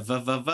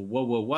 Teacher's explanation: she pronounced it Vency with a v v v sound instead of a w w w sound · Shown in: first take